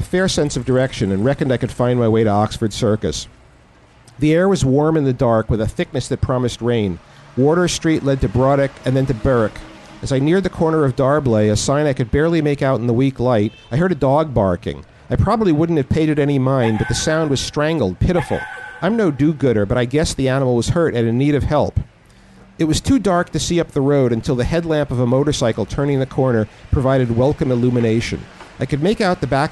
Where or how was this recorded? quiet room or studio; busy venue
busy venue